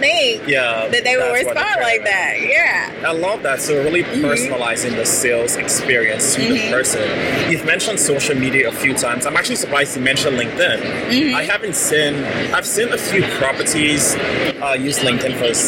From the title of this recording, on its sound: LIVE AT NAA